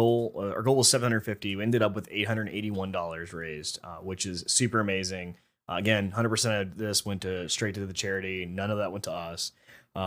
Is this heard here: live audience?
no